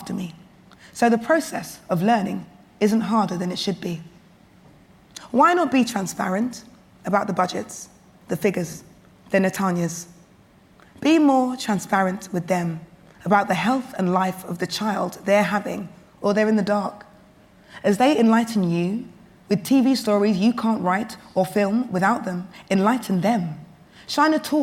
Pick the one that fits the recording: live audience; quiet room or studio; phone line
live audience